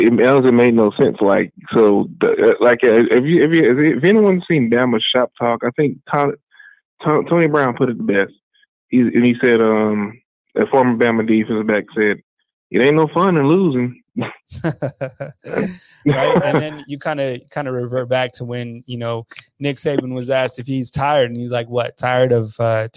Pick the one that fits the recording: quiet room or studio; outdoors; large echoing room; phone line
phone line